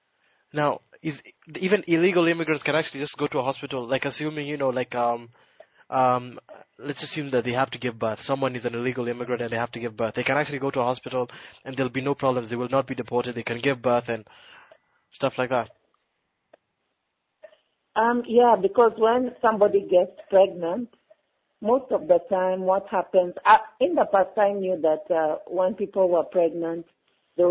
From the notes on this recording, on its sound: When I got on the phone with guest columnist. This podcast was recorded a long time ago, when I got on the phone with guest columnist and African Bulletin writer.